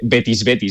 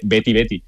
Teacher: Y bueno, también es verdad que cuando oyes el himno a capela, pues la gente no dice Betis, Betis, dice Betty, Betty. O sea, la S del final es muda · Shown in: second take